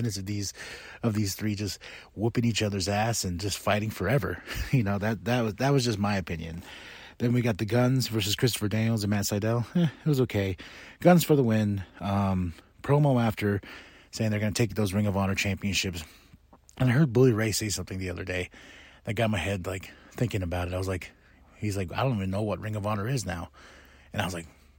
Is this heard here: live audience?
no